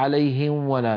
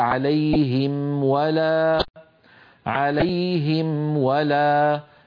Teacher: فنظهر الميم عند الفاء ونظهر الميم عند الواو · Shown in: second take